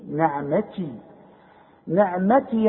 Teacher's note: اظهر النون انها مكسورة